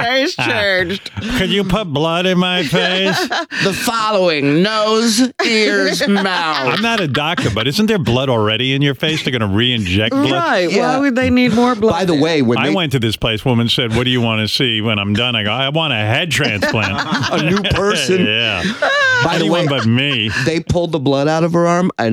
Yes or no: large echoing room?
no